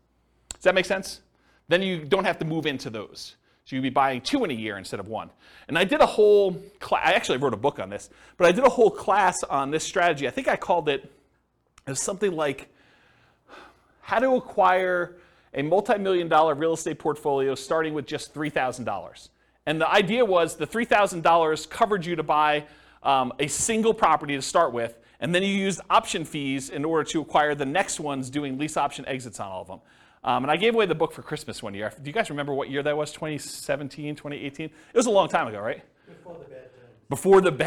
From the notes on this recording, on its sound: This was a live class recorded